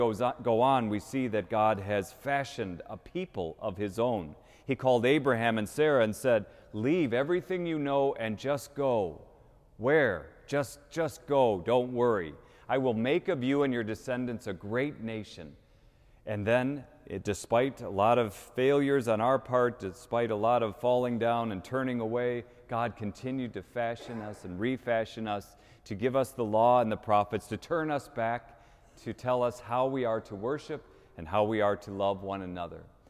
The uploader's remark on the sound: Easter Vigil 2019 (Cathedral)